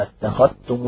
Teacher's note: اتخذتم بالإدغام لأن هنا حروف قربت مخارجها حرفان تقاربا مخرجا وصفة أو صفة ففيهما ثقل فالإدغام تخفيفا